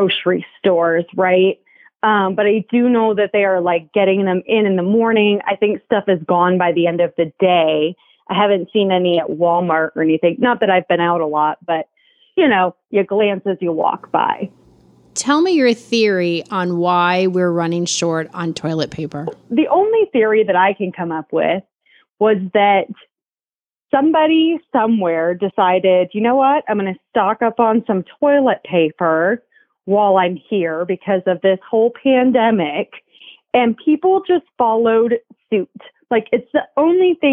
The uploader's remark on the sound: Talking with friends from the safe distance of our phones